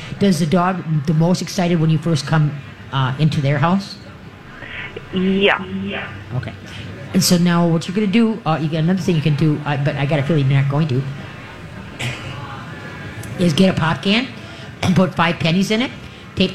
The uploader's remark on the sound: LIVE from the Great MN Get Together!